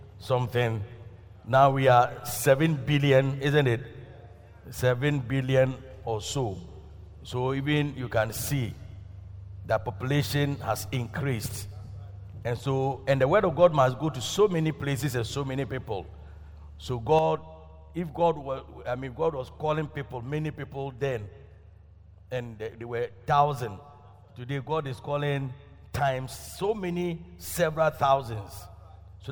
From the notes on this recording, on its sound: Preached at Loyalty House, Abbey, Dahwenya